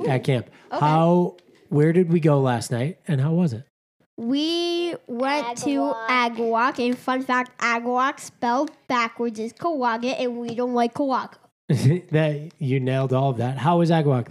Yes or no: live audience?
no